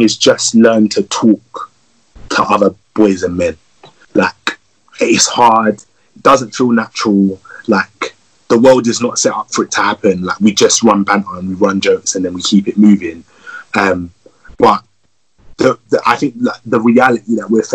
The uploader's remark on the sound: This Episode was recorded via Instagram Live and Skype